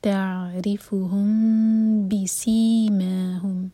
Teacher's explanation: میم کو ہولڈ کریں گے اور ہوٹوں کو ٹائٹ بند نہیں کریں گے, دو سیکنڈس کا ٹائم دیں گے، تعرفهم بسیماهم سی اور · Term: اخفاء شفوی